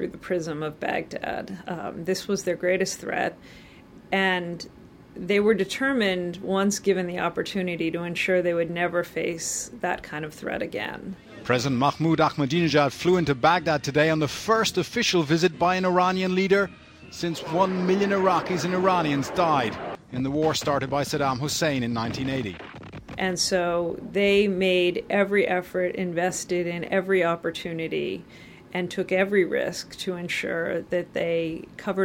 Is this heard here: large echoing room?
no